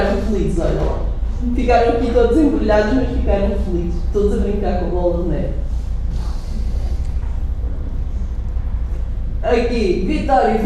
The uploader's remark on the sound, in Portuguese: Gravado durante a Hora do Conto no Até à Lua no dia 08/12/2016